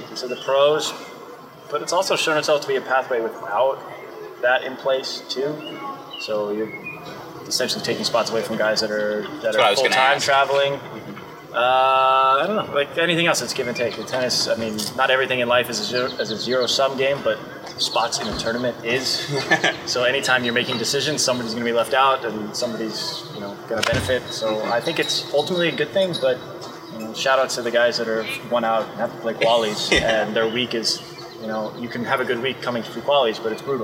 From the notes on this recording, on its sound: Live from the Cranbrook Tennis Classic after his Round-of-16 win.